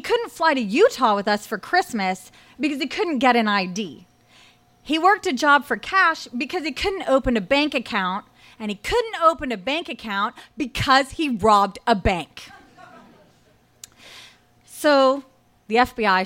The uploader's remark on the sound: Recorded live at Tiger!Tiger! Tavern.